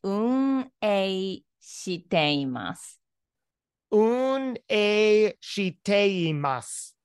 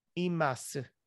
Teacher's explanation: the U at the end is silent